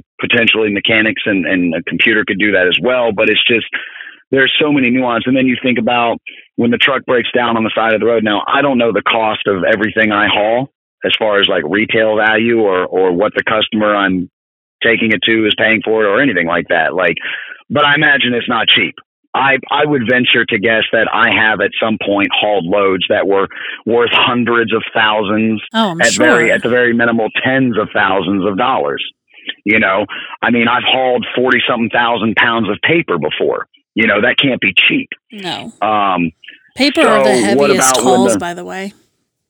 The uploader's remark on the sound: calls in from the road